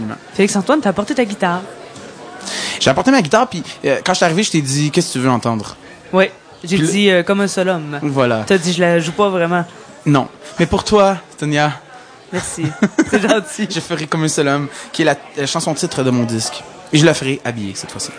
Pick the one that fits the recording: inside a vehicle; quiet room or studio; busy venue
busy venue